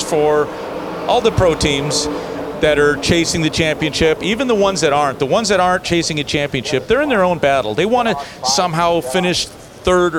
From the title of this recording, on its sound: LIVE at Vegas